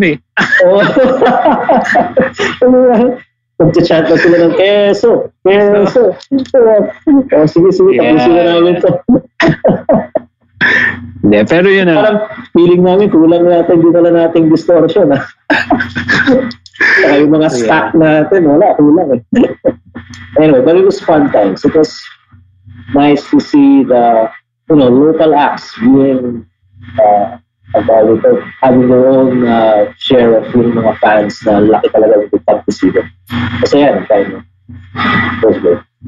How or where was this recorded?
video call